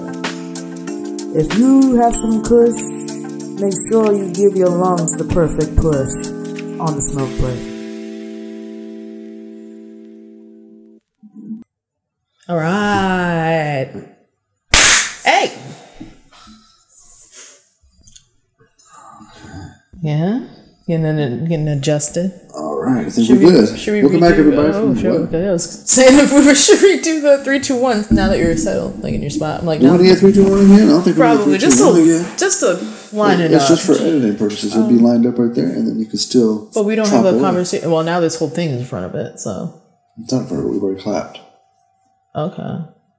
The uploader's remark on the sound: Join us as we navigate through audio issues , camera mishaps, and the wonders of that infamous smoke break.